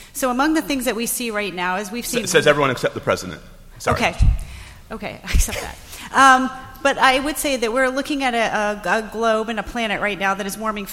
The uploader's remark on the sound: This podcast was recorded live at the 29th Annual Review of the Field of National Security Law CLE Conference.